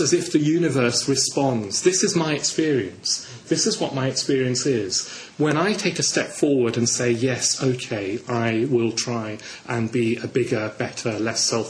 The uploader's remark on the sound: given on Vajrasattva Festival Day at London Buddhist Centre on June 2009